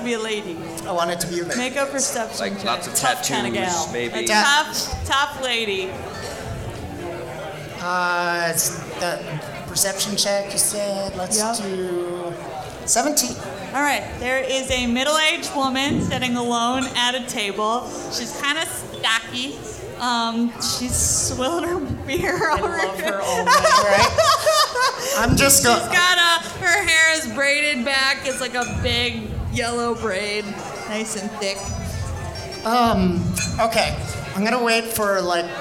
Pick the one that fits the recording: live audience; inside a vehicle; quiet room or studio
live audience